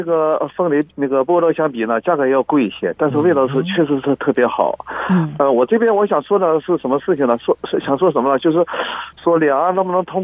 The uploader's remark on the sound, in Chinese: 本集節目開放現場call-in